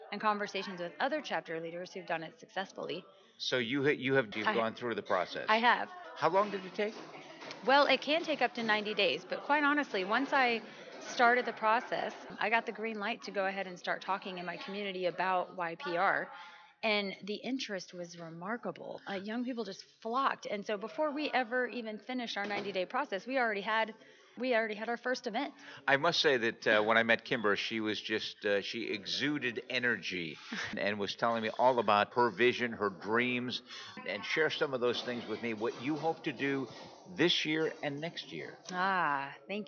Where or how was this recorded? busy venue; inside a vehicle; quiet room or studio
busy venue